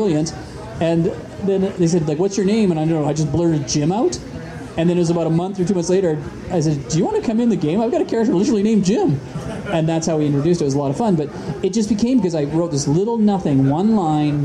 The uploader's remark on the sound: We recorded the show live at the RPG gathering: AardCON! Was taped in front of a live audience...